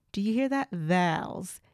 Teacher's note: We hold that O sound for a little bit longer.